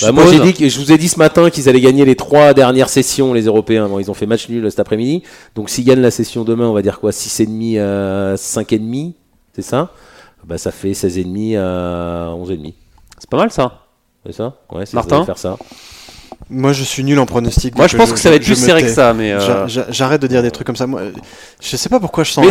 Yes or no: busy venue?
yes